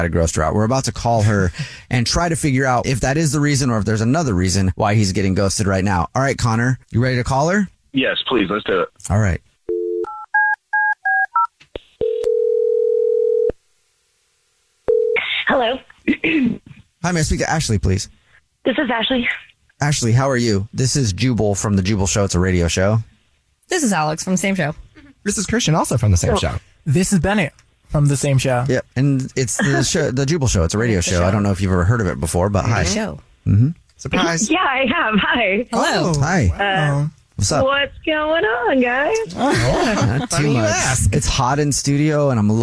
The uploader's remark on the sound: We get that other person on the phone to see why they're "ghosting". One of our listeners is calling because he isn't getting a call back from a girl he went on a date with!